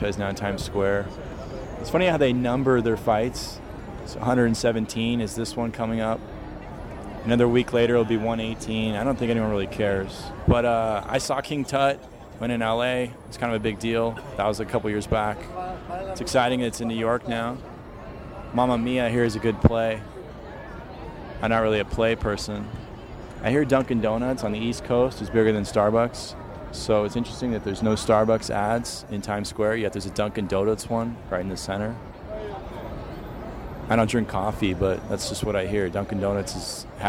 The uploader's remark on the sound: while recording at Times Square in New York City.